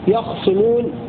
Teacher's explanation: وقرأ حمزة وحده يخصمون بسكون الخاء وتخفيف الصاد